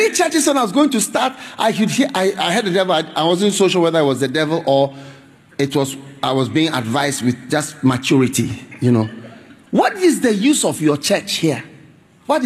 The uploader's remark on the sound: Preached at the Trinity Christian Centre, Singapore.